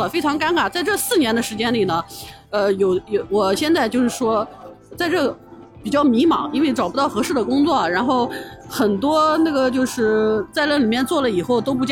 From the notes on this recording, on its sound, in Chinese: 到上海参加了一个喜马拉雅的播客线下市集活动，所以抓紧机会展开了我们节目第一次街头采访。可能因为录制的时候路人不用加微信，也不需要报姓名。